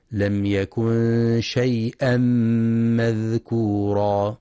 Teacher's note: وينتبه في كلمة شيئا لتحقيق الهمزة، فلا يقرأ شيا